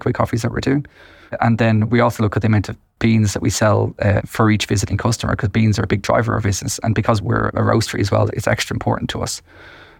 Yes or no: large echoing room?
no